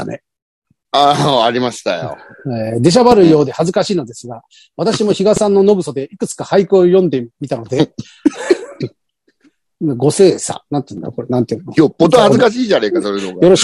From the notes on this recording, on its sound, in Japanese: ZOOMで収録